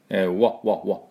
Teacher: 唇をちょっとすぼめてですね、あの World じゃなくてわわこうこもった感じ · Term: W の音